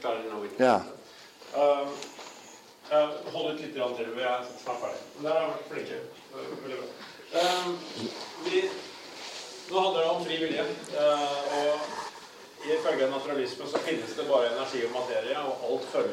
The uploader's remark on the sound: Session delivered November 21st 2016 at The Highbury Centre in London for Norwegian Folk School Students.